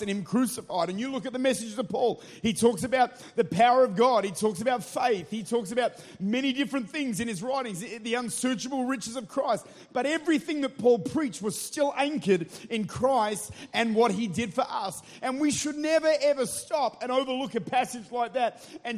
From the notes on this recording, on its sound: Recorded at Life Church, St. Louis, Missouri.